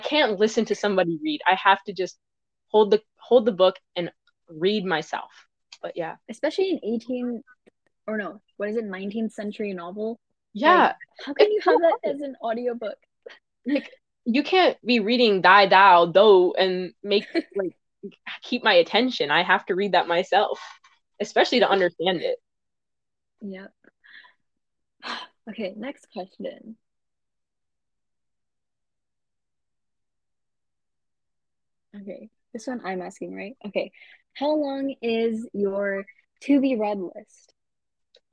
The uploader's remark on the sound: DISCLAIMER: This is our first time recording anything close to a podcast, so the audio and editing is a bit spotty.